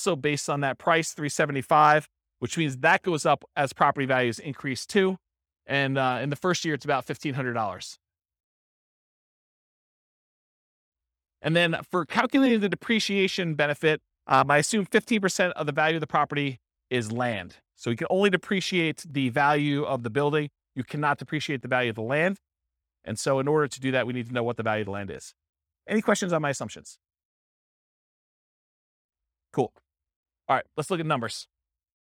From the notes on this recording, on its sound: This was a live class recorded